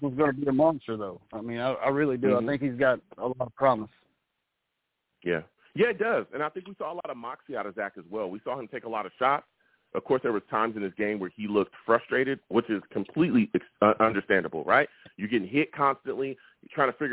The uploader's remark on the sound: I also took live callers and they went wild!